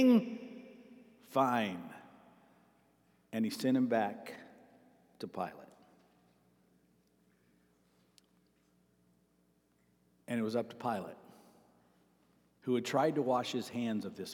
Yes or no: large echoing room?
yes